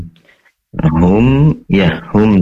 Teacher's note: Hum ya hum itu mim sukun atau mim berasal dari kedua bibir yang dikumpulkan atau ditempelkan. Hum, kemudian ada sedikit mendengung ya.